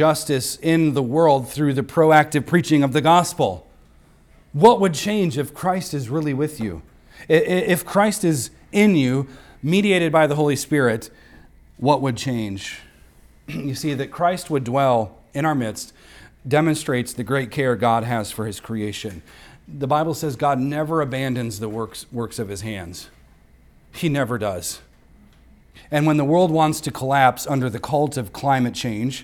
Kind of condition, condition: setting, large echoing room